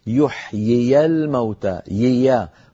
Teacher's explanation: انتقال من ياء مكسورة إلى ياء مفتوحة بحاجة إلى دربة وبحاجة إلى رشقة، وقد أتيت بها أنت يعني بشكل سلس ويدل على إتقان وتدريب.